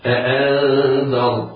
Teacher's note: إذا حكم النور في قوله تعالى أأنذرتهم الإخفاء الحقيقي لوقوع الذال بعدها. الراء ساكنة والحرف الذي قبلها وهو الذال مفتوح، فهي تفخم هكذا أأنذرتهم. التاء حرف مرقق، إياك أن يسبق لسانك وتفخمها تبعا لتفخيم الراء.